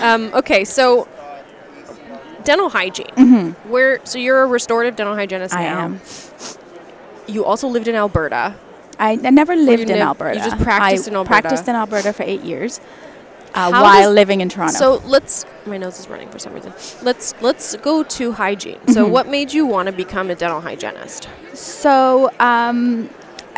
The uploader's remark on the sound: it was recorded live at the the Ontario Dental Association meeting in Toronto, live on the trade show floor.